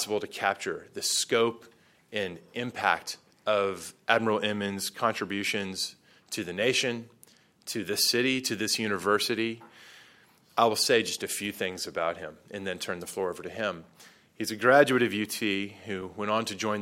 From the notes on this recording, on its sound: Audio from "The National Security Agency at the Crossroads," a public conference held by the Robert Strauss Center for International Security and Law and the William Clements Center for National Security at the University of Texas at Austin.